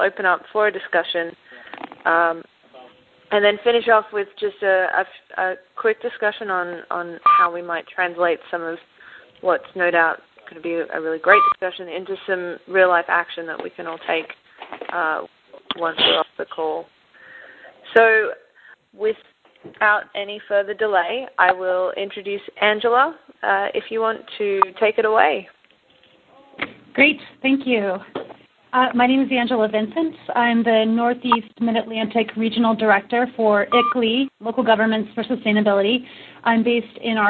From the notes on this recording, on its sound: Call recorded on January 13, 2011.